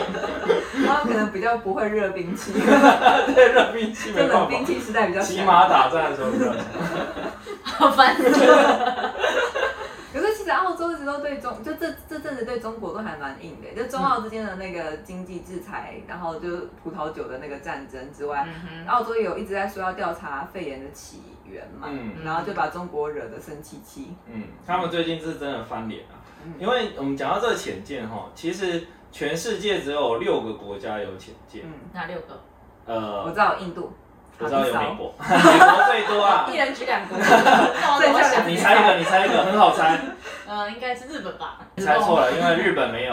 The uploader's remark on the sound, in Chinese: 水逆發威，錄音音檔讀不出來，只能用手機錄音來汙染大家耳朵。